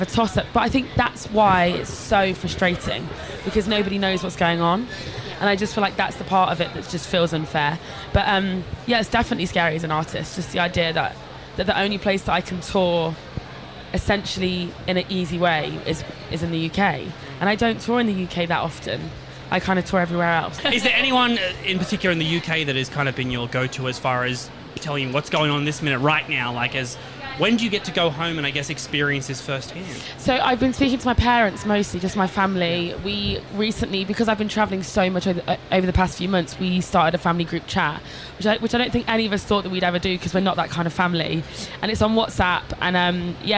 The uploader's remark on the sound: 'The Green Room' goes backstage at the first stop of the Laneway Festival in Brisbane.